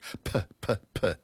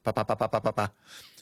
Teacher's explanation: And you can't say pa pa pa pa pa pa pa pa really fast, because in English, when you say a P, it's got a puff of air with it. · Shown in: first take · Term: aspiration